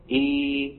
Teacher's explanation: والياء تخرج من فين؟ من وسط اللسان